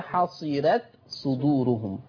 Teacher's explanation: تخليص التاء من الصاد لورش عن نافع